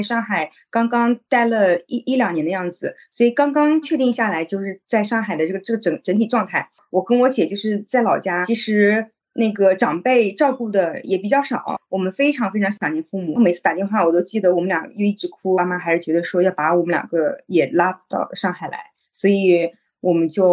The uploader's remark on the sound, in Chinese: 今天这一期录制仍然是在线上。虽然上海解封了，但是我们忘记现在是可以出门的了。